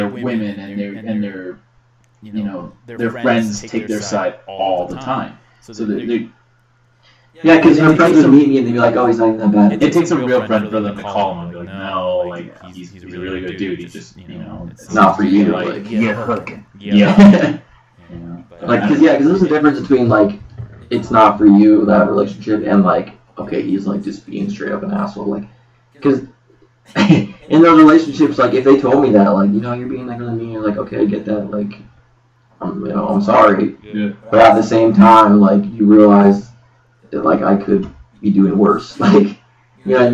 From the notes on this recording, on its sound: Sorry for the echo.